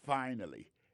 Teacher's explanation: Accent tombé sur le premier syllabe.